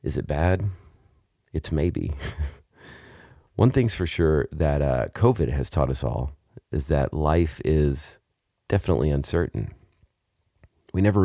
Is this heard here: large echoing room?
no